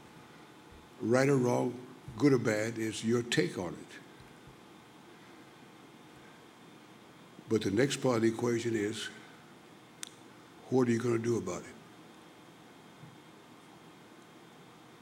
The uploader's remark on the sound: In this podcast, recorded at the 2008 International Achievement Summit in Kailua-Kona, Hawaii.